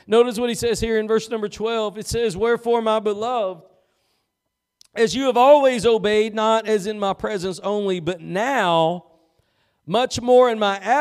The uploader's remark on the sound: Preached at Gospel Lighthouse in Bossier City, La.